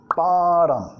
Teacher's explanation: nota la T acá en inglés de los Estados Unidos como R suave, bottom, porque está en una sílaba no acentuada, bottom of my heart.